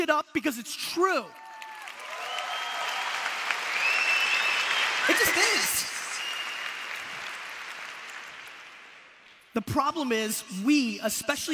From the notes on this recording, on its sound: A Keynote: Web Summit 2016, Lisbon, Portugal. It's one of the biggest conferences in the world and you know me, I like a crowd.